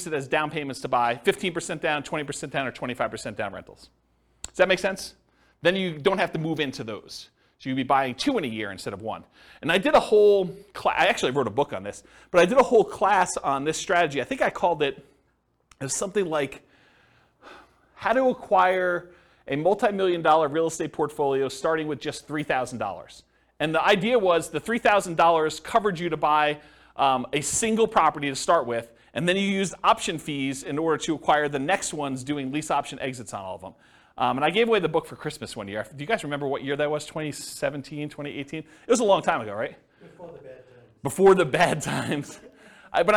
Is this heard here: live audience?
yes